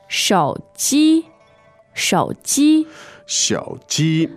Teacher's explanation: So third tone and first tone, right?